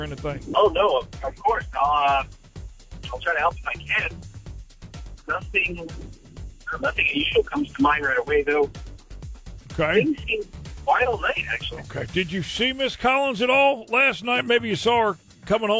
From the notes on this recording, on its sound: Prank Call.